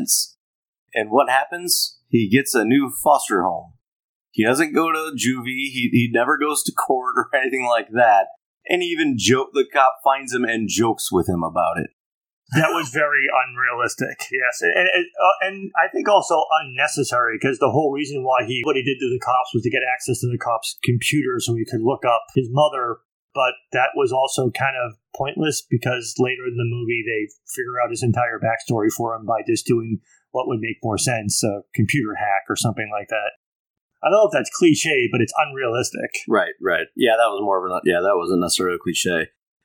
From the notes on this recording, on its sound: Most of this episode comes from the first thing we ever recorded for this podcast as a proof of concept. Some aspects of the audio quality aren’t our best.